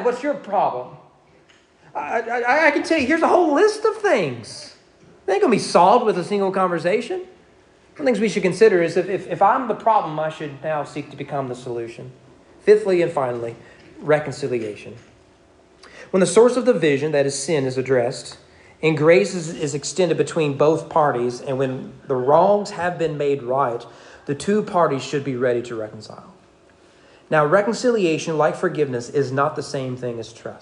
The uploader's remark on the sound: Sermon preached at East Frankfort Baptist Church at East Frankfort Baptist Church during morning worship.